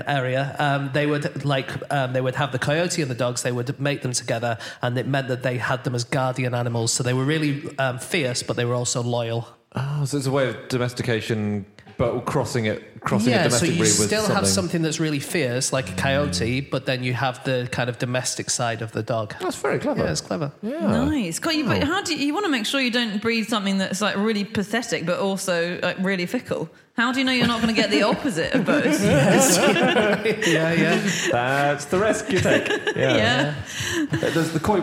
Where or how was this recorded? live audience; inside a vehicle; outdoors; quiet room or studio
live audience